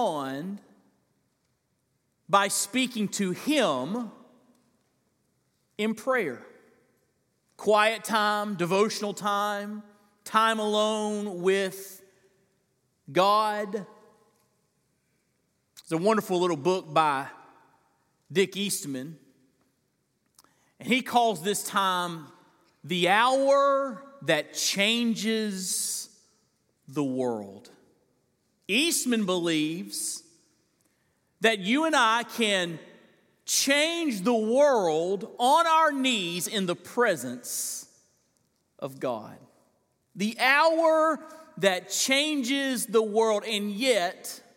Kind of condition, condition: setting, large echoing room